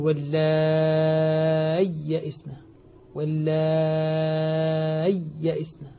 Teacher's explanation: الحقيقة المذهب الذي عليه القراء والعلماء هنا أنه يظهرها، يظهر الياء فينطق بياءين، وبعضهم قال ينطقها بياء وسكت لطيف حتى تظهر الياءان